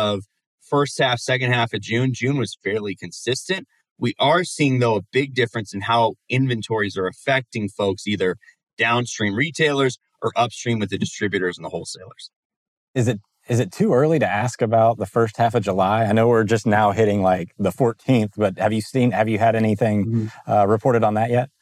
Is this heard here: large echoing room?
no